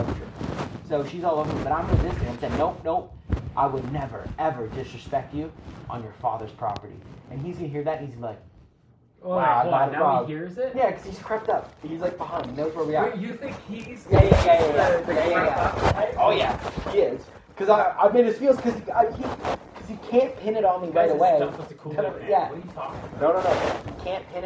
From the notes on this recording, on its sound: The brothers are joined by an old friend, but quickly fall victim to a cyber attack, damaging the audio for this episode.